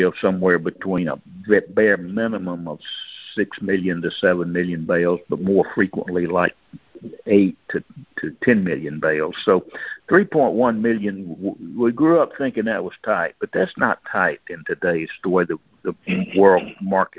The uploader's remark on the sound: Monthly Cotton Conference Call.